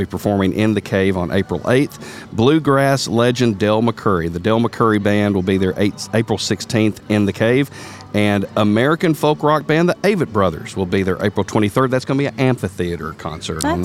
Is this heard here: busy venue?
yes